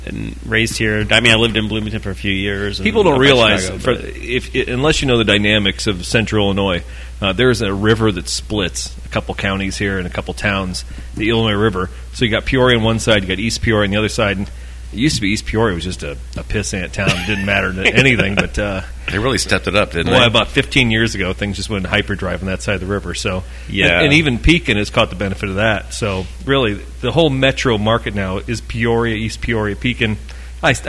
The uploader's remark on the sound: Recorded on Location at the Peoria Brewing Company